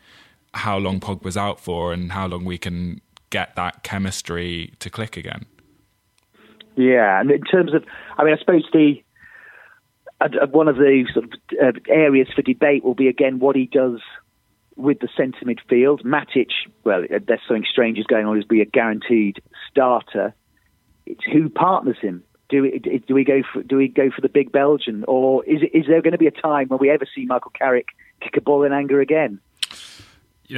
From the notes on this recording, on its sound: on the phone